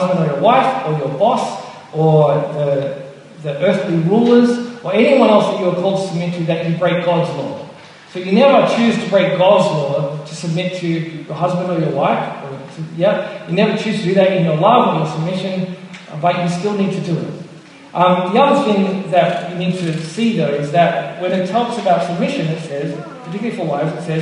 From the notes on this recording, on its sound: Apologies for the poor audio quality. Originally preached at Mitcham Baptist Church in 2015.